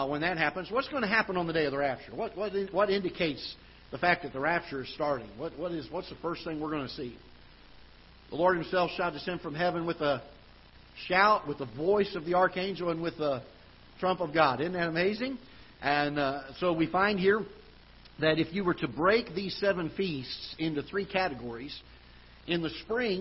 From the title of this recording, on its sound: Ketha Heights Baptist Church ~ Live Broadcast